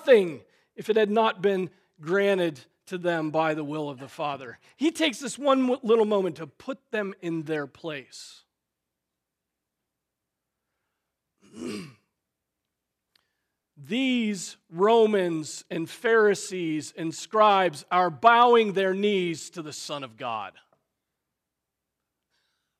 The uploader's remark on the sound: Preached on June 11, 2023 at Trinity Presbyterian Church ( Evangel Presbytery ) in Spartanburg, SC.